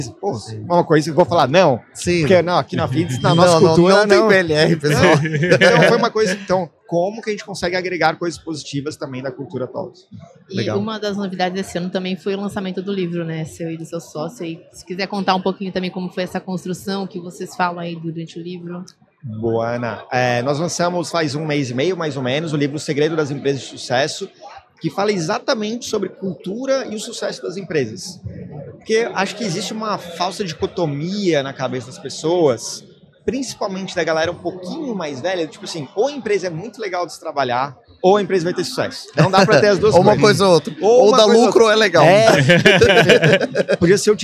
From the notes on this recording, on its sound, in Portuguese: Este episódio é parte de uma série "pocket" gravada durante o Startup Summit 2023.